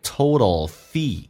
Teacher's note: total 这个单词第二个 T 要在美语当中要浊化